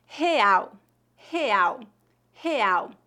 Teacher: a letra R em início de palavras é pronunciada na garganta, mais ou menos como a letra H no inglês